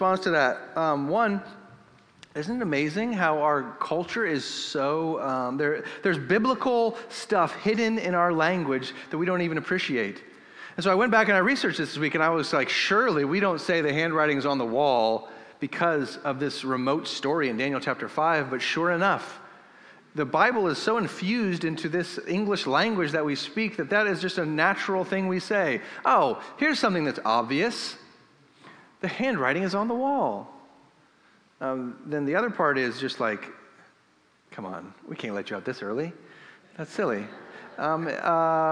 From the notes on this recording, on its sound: This episode was recorded in Northgate Church's Sunday service. We started the service with preaching and then sang in response to the preached word.